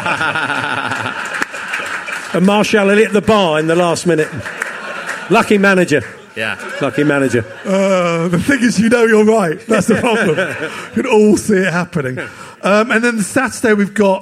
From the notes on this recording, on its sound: LIVE from The 100 Club in Londons West end!